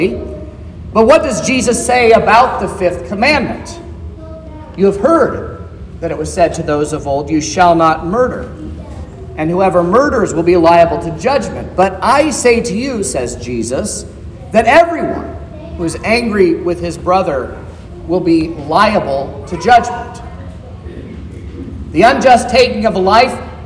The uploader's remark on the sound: This is the sermon preached at Trinity Lutheran Church in Vallonia, Indiana, on Sunday, August 27th, 2023